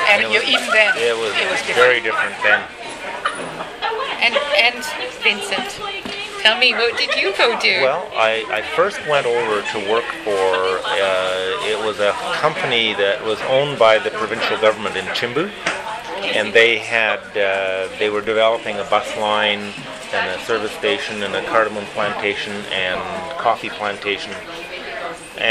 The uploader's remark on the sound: At a Tim Horton's in Kamloops, BC. Just as they were returning from a trip.